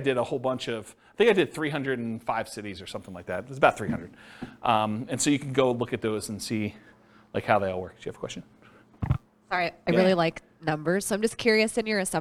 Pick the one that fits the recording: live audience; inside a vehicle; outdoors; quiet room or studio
live audience